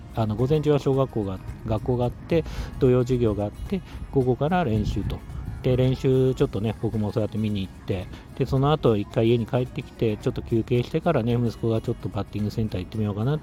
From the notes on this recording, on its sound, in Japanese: さっそくのルール破り！野球場から録音！？お昼に野球のグランドから録音。